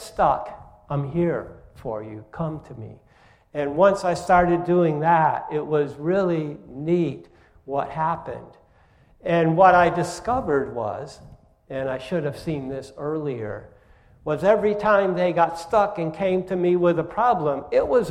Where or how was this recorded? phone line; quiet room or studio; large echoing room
large echoing room